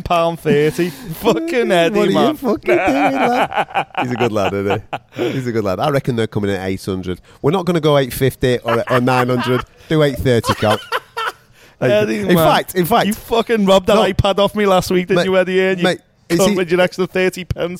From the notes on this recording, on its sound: We recorded this one in a bar at 1am and one of us had a few to drink!